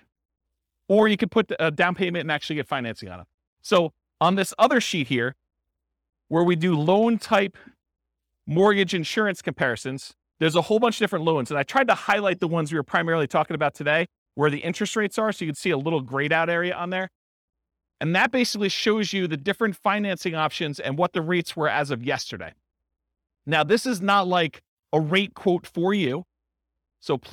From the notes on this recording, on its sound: This was a live class recorded